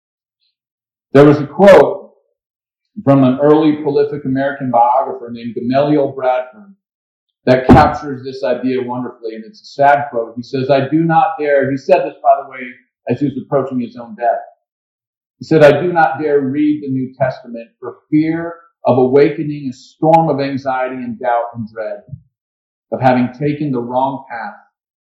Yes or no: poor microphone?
yes